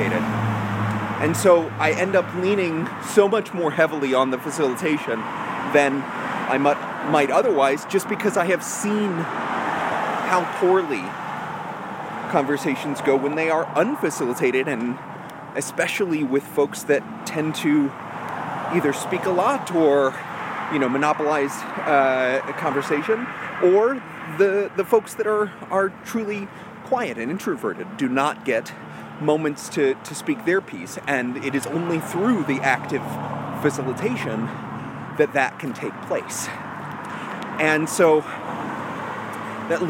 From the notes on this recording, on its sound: A live walk and talk vlog.